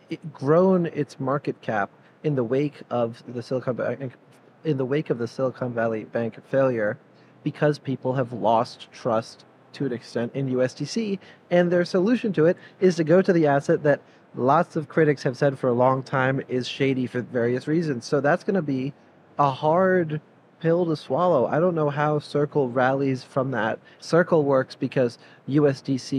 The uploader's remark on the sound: Live from Consensus 2023. Sit down for a live, in-person conversation on all things Consensus 2023.